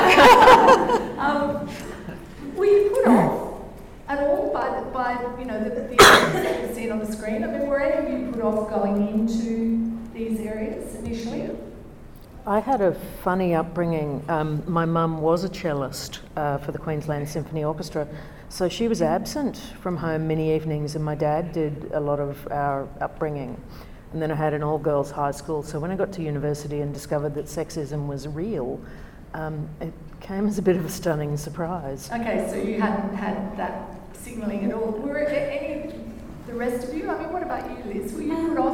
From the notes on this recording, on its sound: This event was held on Monday 11 February 2019 at the Westmead Education and Conference Centre in Westmead Hospital.